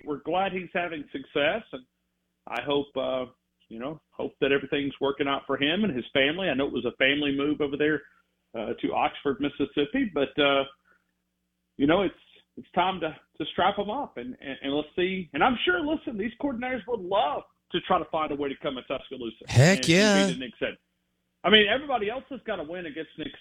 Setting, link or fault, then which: link, phone line